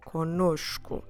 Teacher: notice that the first syllable is again nasal, com, and then the second syllable, because it has a different N, will actually have the sound of nosh.